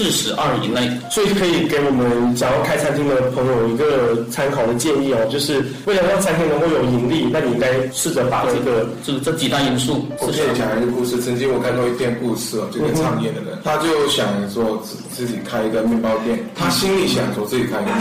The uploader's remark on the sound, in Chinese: 创业那些事儿（渣音质）。音质渣，推荐低音量下收听。